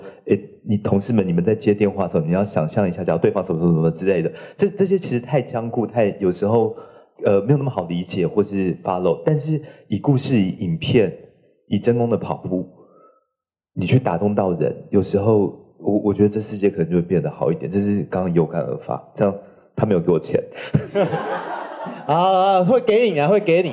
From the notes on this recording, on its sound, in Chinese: 本集節目取自天下文化與93人文空間共同舉辦的「人文讀書會」現場錄音